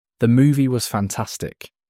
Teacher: In this example, movie and fantastic are stressed. · Term: sentence stress